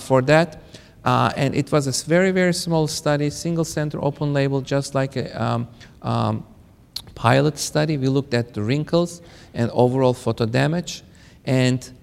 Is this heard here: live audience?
yes